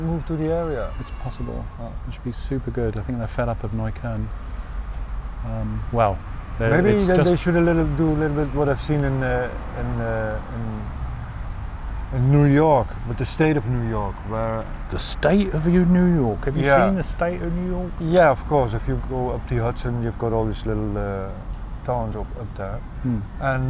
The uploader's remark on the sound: Radio On Berlin. Sat down in the junkie park right outside the Radio On studio in Kreuzberg. Amidst traffic noises, sirens, u-bahn traffic and butterflies fluttering around. Homeless wasps annoying people eating cakes. Against a background of eternal traffic noises.